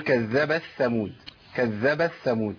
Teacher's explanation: انا ممكن اعمل ادغام للتاء في الثاء